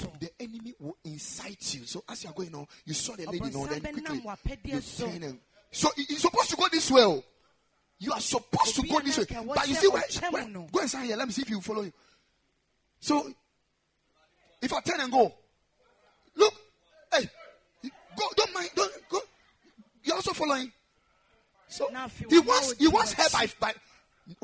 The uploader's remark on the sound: Preached at the Ekklesia Chapel